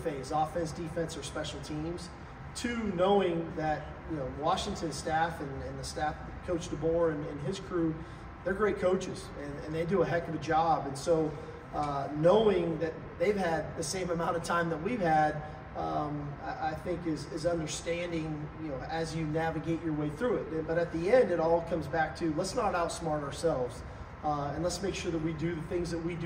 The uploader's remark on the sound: Arrival Press Conference in New Orleans for the Allstate Sugar Bowl.